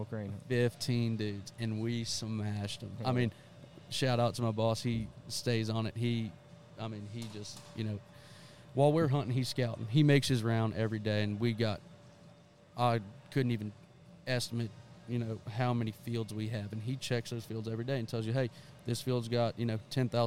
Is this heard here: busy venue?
yes